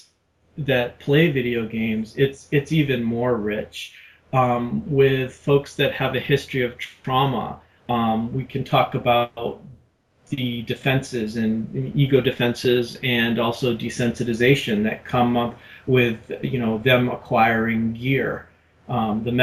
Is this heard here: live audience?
no